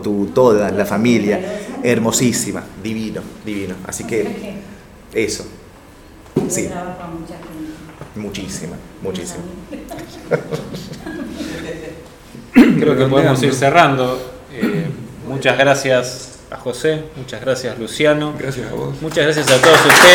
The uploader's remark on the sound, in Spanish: Compartimos la grabación del encuentro en la Biblioteca Nacional de la Gcomics Meetup #19